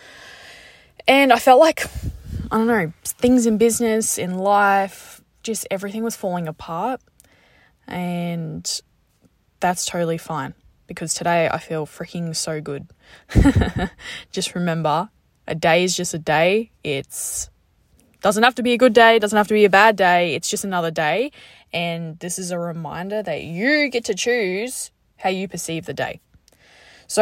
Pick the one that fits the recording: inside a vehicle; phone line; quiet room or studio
inside a vehicle